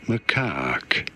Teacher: You do want to stress on the second syllable, on the caque syllable.